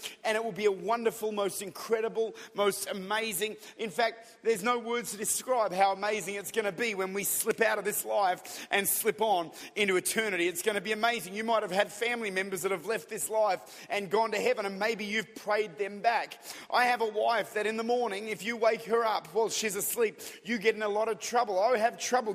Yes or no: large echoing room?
yes